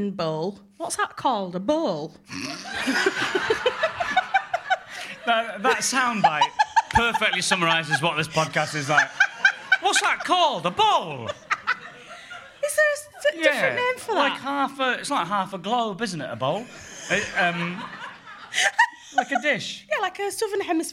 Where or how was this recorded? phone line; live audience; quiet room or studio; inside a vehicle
live audience